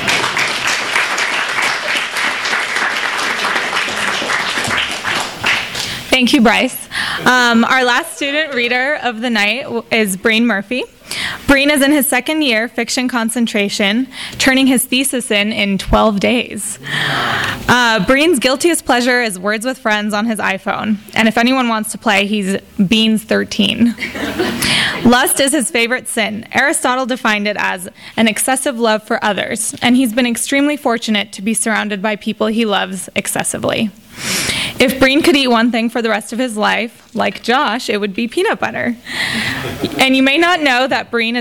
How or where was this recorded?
live audience